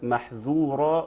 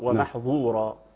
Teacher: الذال والظاء بيخرجوا من مخرج واحد على سبيل التقريب